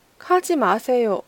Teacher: 这个松音在作为句首的时候呢，会比较像送气音一点